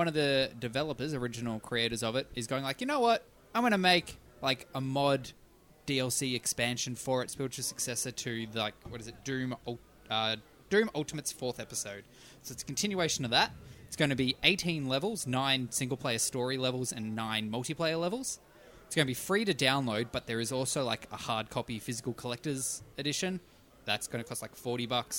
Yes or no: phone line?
no